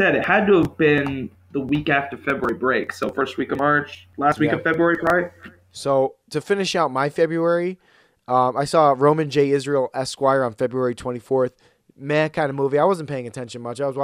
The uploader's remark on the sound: record the show during a blizzard so there are some audio issues with some terrible internet issues